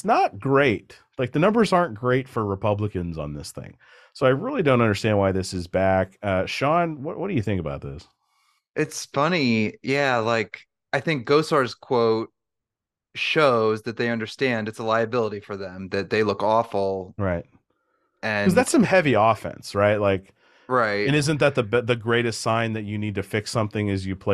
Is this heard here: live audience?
no